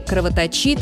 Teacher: Можно постараться запомнить, что в любой форме слова «кровоточить» корень «точь» остается безударным. Ударение падает на суффикс.